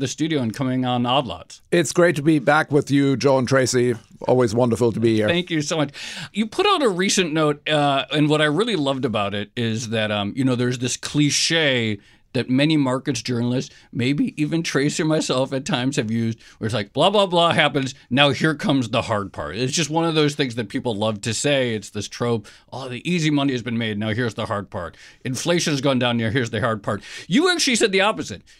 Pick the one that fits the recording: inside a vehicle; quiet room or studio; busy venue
quiet room or studio